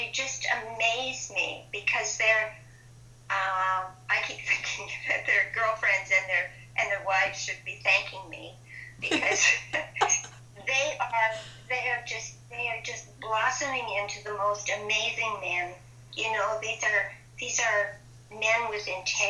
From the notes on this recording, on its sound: via a Skype interview